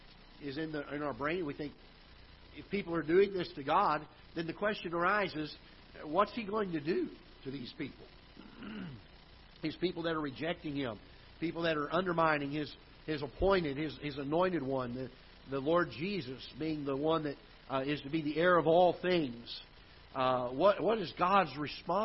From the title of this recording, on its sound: Ketha Heights Baptist Church ~ Live Broadcast